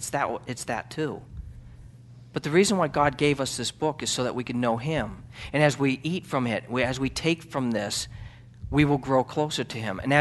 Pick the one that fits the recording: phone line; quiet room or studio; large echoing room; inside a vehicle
large echoing room